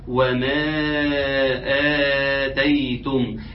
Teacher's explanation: ان المد المنفصل اربع حركات والمد البدل حركتين